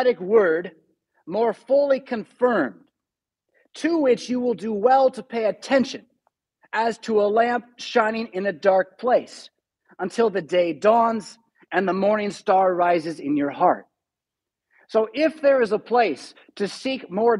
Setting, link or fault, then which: setting, large echoing room